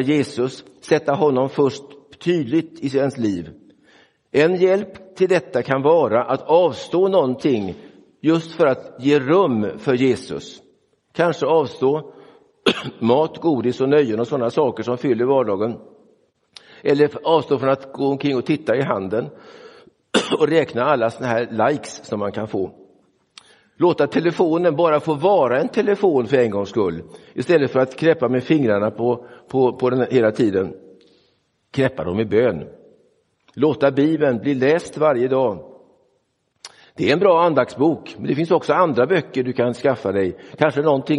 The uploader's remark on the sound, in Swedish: Inspelad i Roseniuskyrkan den 11 februari 2024.